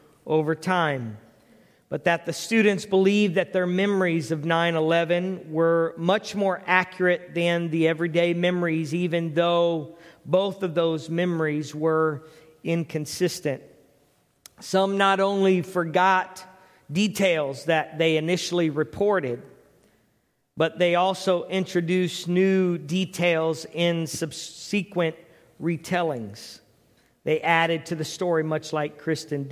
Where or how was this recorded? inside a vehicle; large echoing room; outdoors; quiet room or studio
large echoing room